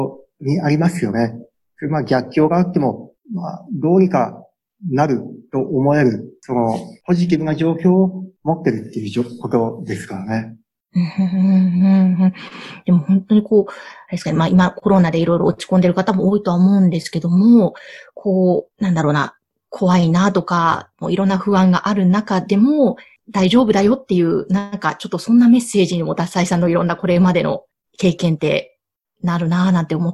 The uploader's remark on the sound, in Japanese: Zoom・オンラインでインタビュー収録をしています。